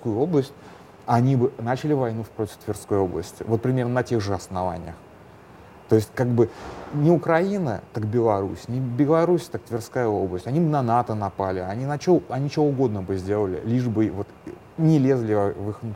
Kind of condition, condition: setting, busy venue